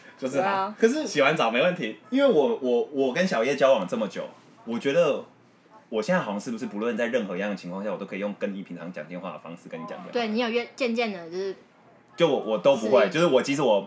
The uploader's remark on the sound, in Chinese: 本集因場地問題，聲音品質較不佳。一邊露營一邊錄音一邊喝酒。